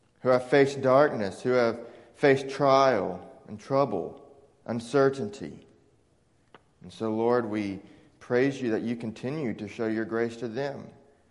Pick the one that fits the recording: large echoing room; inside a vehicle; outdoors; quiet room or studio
large echoing room